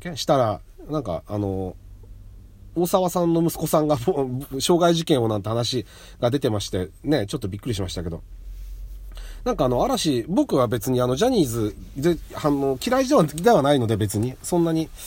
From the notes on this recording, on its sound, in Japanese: 初めての外、初めての車内で収録しています